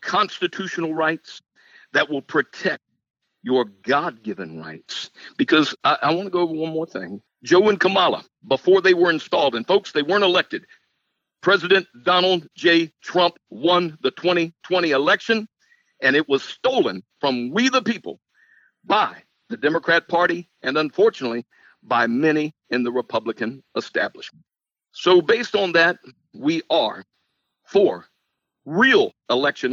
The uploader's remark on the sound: In this episode we have a phone interview.